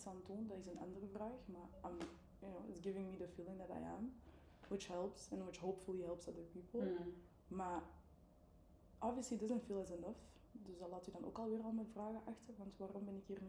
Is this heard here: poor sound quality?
yes